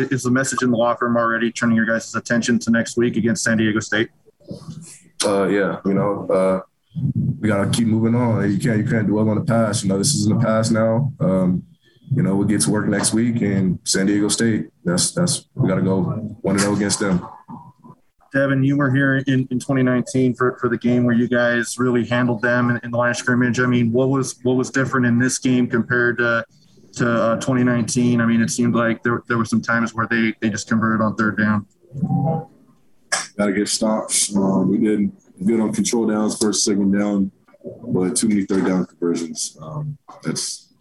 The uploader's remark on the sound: Postgame Press Conference. Talk to the media following Utah's loss to BYU.